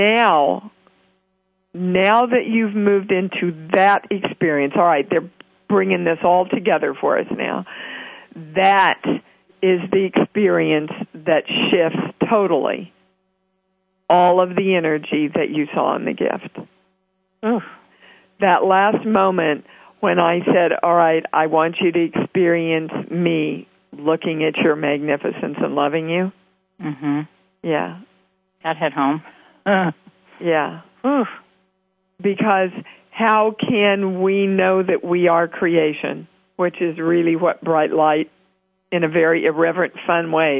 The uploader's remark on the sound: international call-in show Conscious Creation on the 7th Wave Network on Voice America